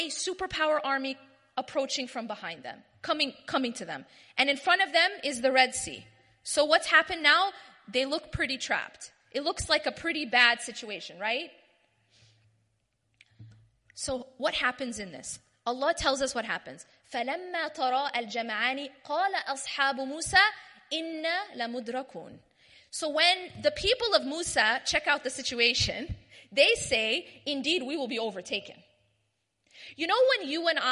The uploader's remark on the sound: delivers a lecture/talk at the 2016 Night Of Destiny conference in Bradford